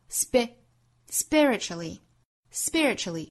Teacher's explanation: S 后面的这个轻辅音 p 不送气，这里发成一个类似于 b 的发音 spiritually, spiritually.还要注意这个词其实是包含了五个音节 spiritually, spiritually, spiritually.当然中间的这个 tr 带得很快啊，虽然我们在字典里面查到是两音节，但是其实过渡得很快。Spiritually, spiritually,大家可以再跟着我读一遍。Spiritually, spiritually, spiritually, mentally, emotionally